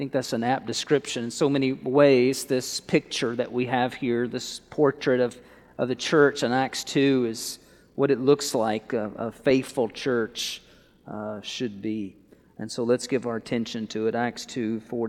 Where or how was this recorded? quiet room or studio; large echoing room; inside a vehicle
large echoing room